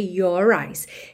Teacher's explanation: fica até mais fácil enrolar a língua para fazer a ligação de your com eyes